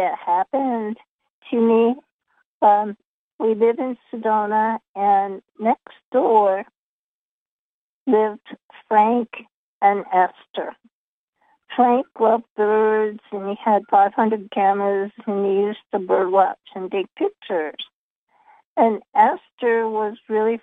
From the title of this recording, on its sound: Conference Call LIVE, April 25, 2022